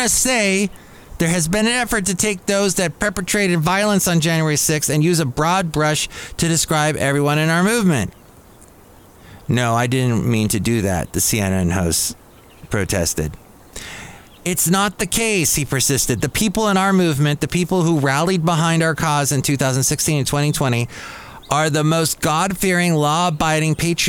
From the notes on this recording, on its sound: podcasts live from Café Anyway